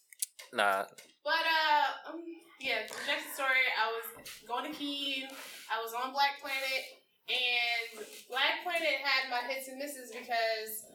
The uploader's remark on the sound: Pardon the sound quality, still figuring out some kinks